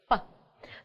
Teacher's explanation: Звук F. У нас верхние зубки касаются нижней губы.